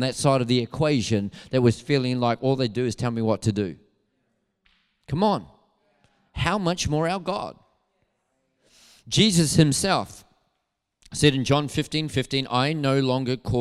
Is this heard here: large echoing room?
yes